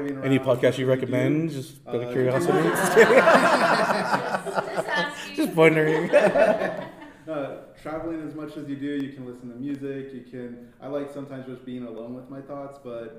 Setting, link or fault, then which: setting, busy venue